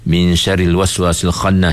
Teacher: masa kita dengung ikhfa itu, kita punya lidah bersedia dekat dengan makhraj huruf shin